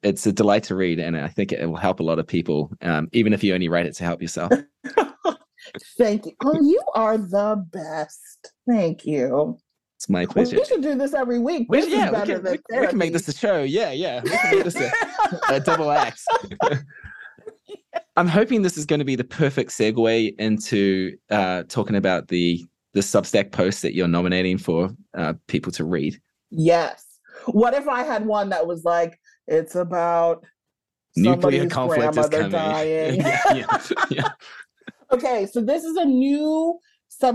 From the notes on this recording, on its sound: So, Zoom it was.